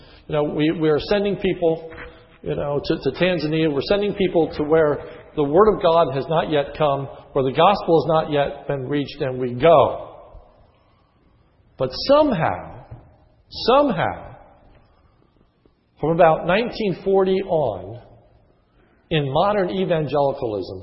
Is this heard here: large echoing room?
yes